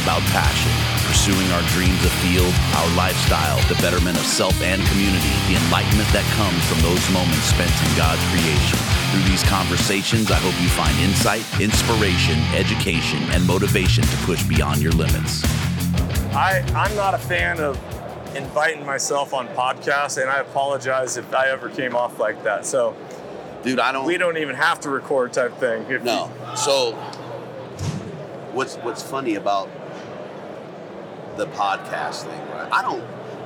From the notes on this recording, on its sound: Live From the Initial Ascent Mountain Dude Table. Live from The Western Hunting and Conservation Expo live in the Initial Ascent booth.